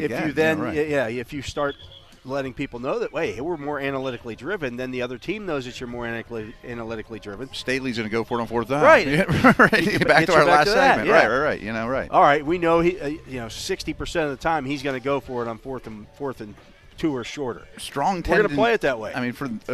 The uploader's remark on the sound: SNR The Drive live from Steelers' Mini Camp Day 2. Broadcast live from the UPMC Rooney Sports Complex during day two of Steelers' Mini Camp.